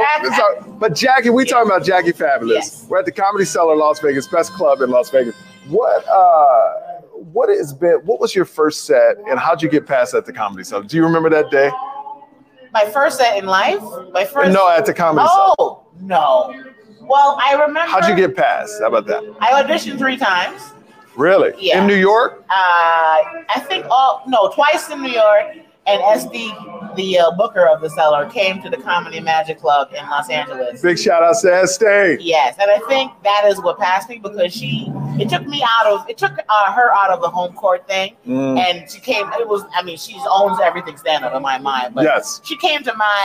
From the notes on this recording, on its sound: Live from The Comedy Cellar in Las Vegas